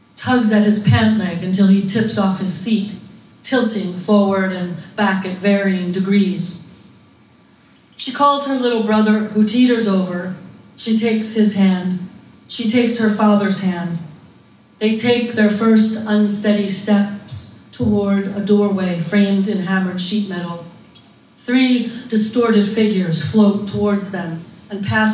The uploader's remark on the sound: Second Sundays at Ana Bandeira. Ana Bandeira is a lovely cafe/confectionary/coffee house, as as such, this recording naturally has all the sounds one would expect in a bustling cafe!